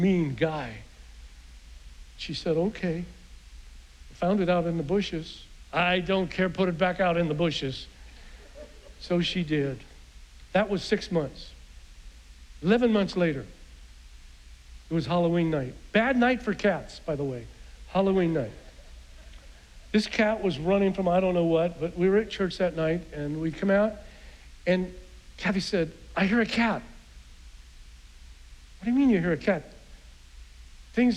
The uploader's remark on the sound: was preached on June 6th at the 11:30AM service